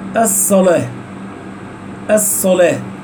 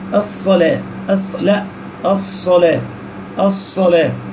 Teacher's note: ينزل بالصاد من درجة الاستعلاء والإطباق إلى درجة السين